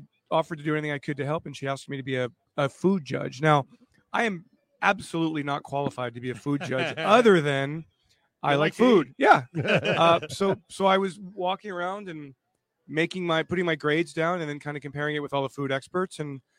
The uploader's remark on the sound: Live From the Linc for Women Against Abuse Event. Live from Lincoln Financial Field!